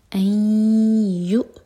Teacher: نون شدہ یہاں پر غنہ دو سیکنڈس کا ٹائم ان یؤمنو ادغام کرتے وقت دو سیکنڈ کا ٹائم دیں یہ ادغام غنہ کے ساتھ